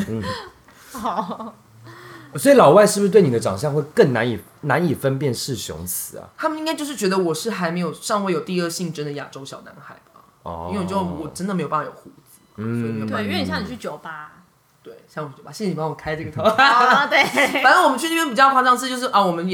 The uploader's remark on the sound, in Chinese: 第一次三人錄音，音量控制得不是很好，已努力後製修整，但可能還是不甚理想，希望大家多多包涵